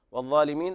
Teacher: الظاء هنا من أعلى درجات التفخيم لأنها مفتوح وبعدها ألف